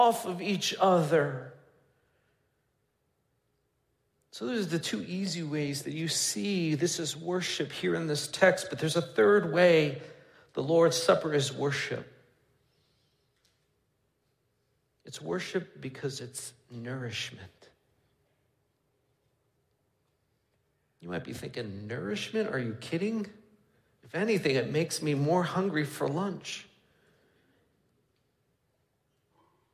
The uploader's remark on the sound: Midland Evangelical Free Church Sermon Audio